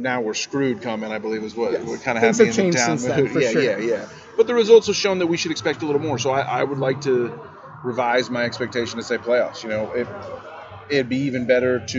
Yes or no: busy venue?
yes